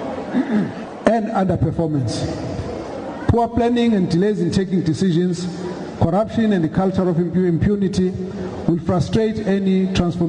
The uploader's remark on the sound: SAfm. He delivered a Chris Hani Memorial lecture in Lusikisiki in the Eastern Cape.